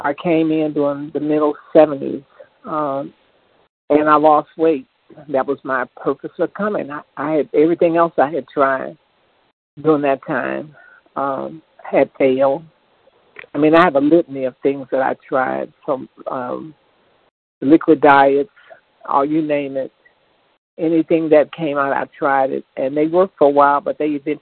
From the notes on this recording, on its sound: 100 Pounders Phone Meeting on 12/2/20